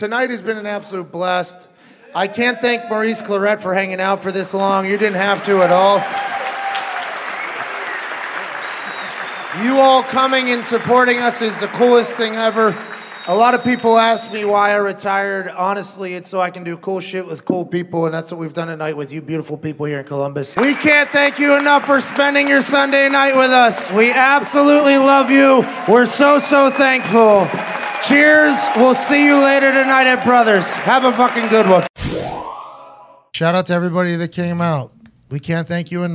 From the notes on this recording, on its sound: Live from the Jo Ann Davidson Theatre in Columbus, Ohio. LIVE FROM COLUMBUS. He fields some questions from the guys.